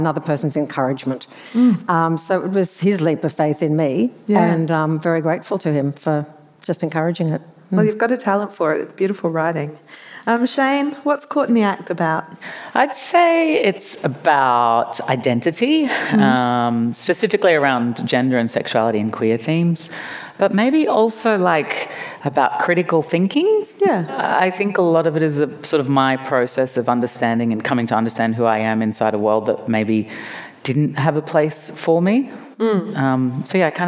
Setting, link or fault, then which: setting, live audience